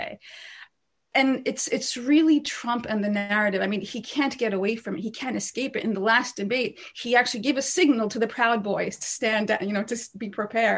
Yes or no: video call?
yes